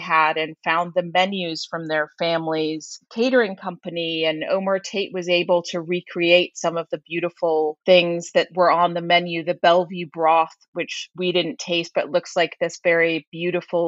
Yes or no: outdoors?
no